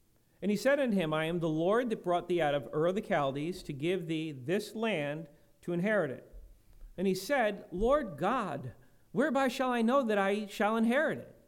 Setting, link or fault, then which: setting, large echoing room